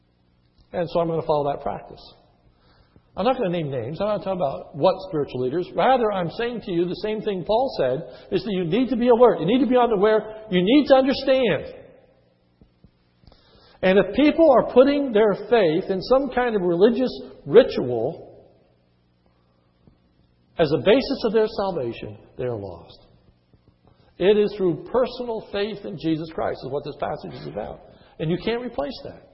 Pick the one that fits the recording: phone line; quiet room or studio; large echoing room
large echoing room